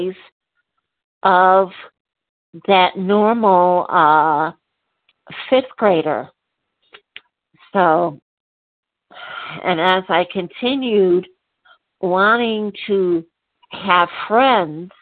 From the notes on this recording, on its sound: from the 100 Pounders Phone Meeting, 3/18/23